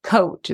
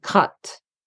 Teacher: instead of producing diphthongs, such as coat, they're saying cut, and it's more like a centralized stressed schwa